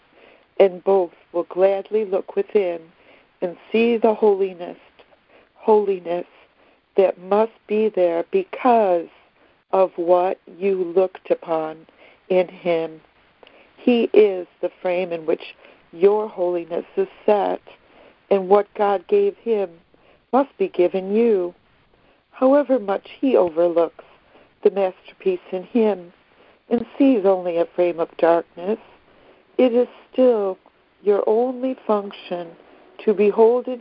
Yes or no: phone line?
yes